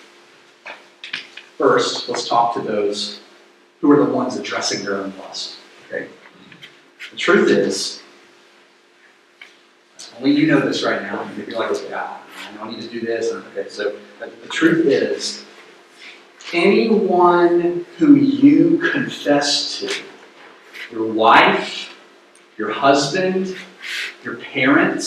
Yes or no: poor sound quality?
yes